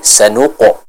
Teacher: Pada qalqalah huruf qaf tadi, ya sudah betul dipantulkan bacaannya, namun yang menjadi catatan, pantulannya jangan seperti bacaan kepada huruf e. Contoh sanuqe, sanuqe, nah, bukan sanuqe tapi sanuqo, seperti itu.